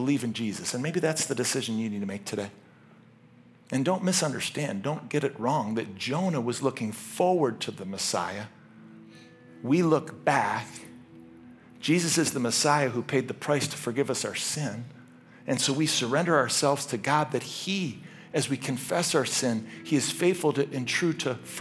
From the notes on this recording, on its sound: This message was originally preached at Highpoint Church on Sunday, August 6, 2023